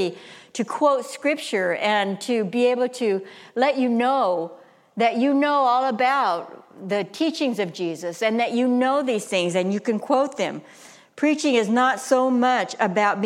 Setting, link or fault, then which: setting, live audience